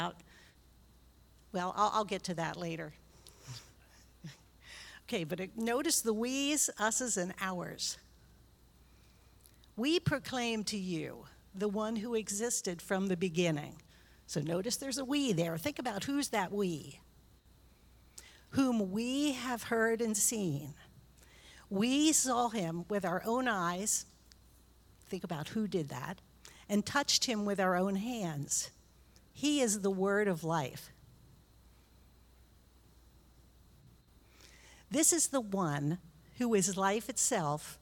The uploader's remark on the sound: recorded live on September 18th, 2022 at Newark United Pentecostal Church